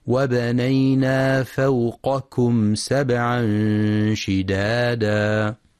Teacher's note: وفي قوله تعالى: وبنينا فوقكم سبعا شدادا، يخطئ من يقرأ فوقكم بقافين أو كافين، والصواب أن يقرأ القاف باستعلاء ثم الكاف باستفال وهمس